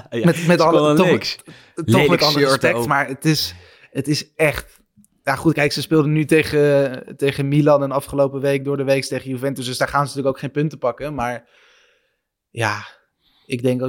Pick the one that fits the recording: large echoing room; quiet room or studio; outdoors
quiet room or studio